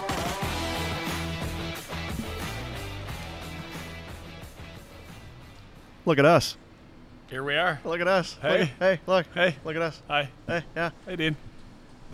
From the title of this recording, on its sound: LIVE from the Grey Eagle Resort and Casino